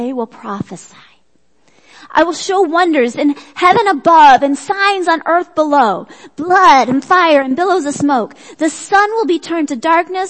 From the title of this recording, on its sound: Worship Service - Audio